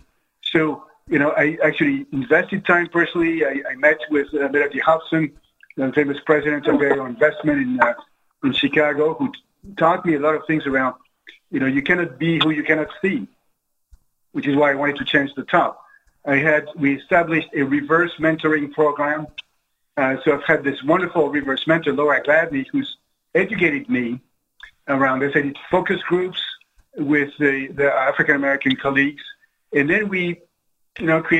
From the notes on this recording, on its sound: This interview was recorded at the 2020 Global Business Leaders Forum, which was held online.